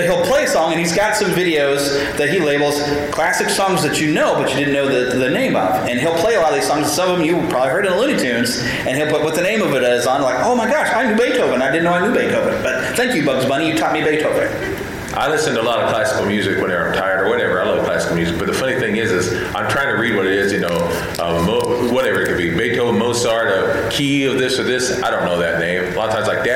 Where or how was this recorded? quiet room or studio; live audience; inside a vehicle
live audience